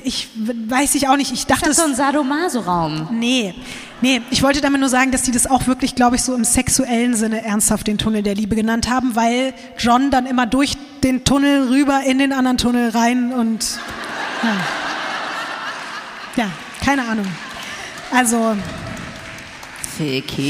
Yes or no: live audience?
yes